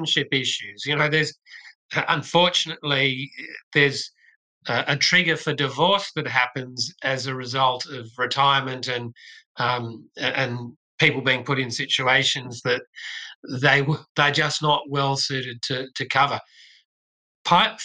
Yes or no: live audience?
no